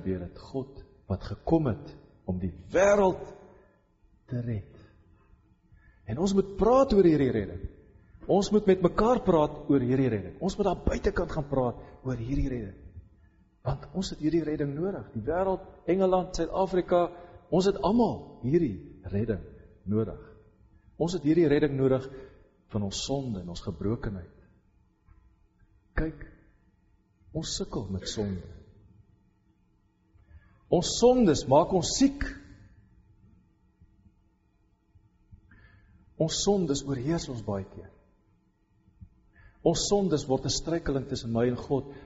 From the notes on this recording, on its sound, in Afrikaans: Preek opname tydens Loughton diens